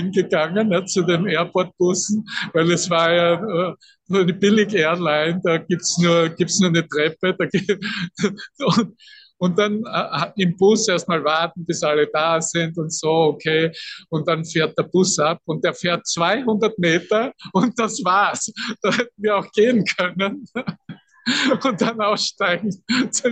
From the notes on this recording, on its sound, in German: Zoom-Session. Veranstaltet von der Aleph Akademie.